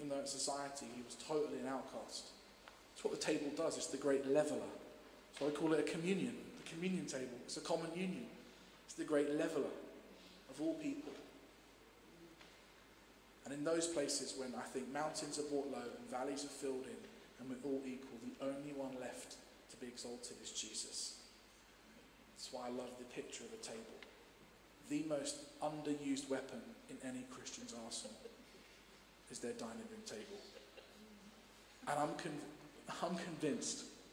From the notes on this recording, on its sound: Streamed live at St Paul's Shadwell